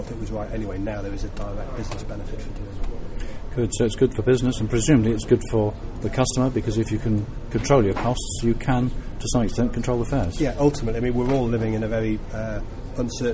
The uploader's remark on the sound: Recorded at the Newcastle Low Carbon Best Practice Exchange